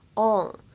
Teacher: 在英式和美式发音当中呢，区别主要体现在元音上面。英式发音呢，稍微往后靠一些，口型偏小 · IPA: [ɒn]